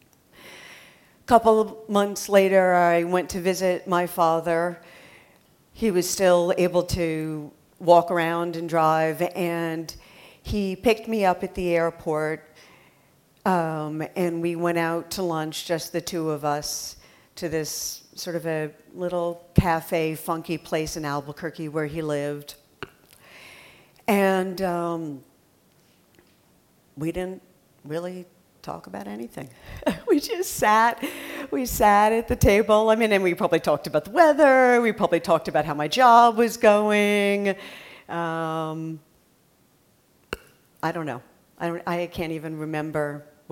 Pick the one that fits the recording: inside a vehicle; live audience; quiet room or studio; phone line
live audience